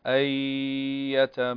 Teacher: نون ساكنة وبعدها الياء، هنا إدغام بغنى